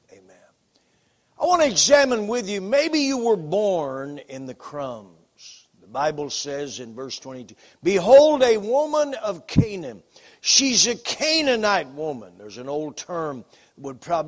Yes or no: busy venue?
no